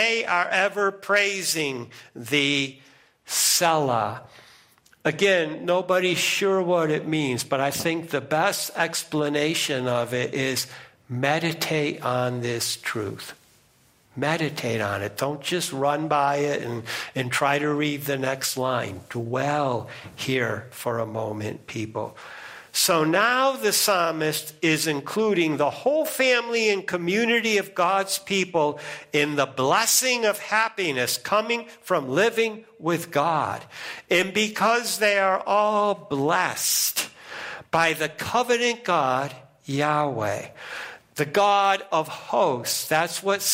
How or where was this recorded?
large echoing room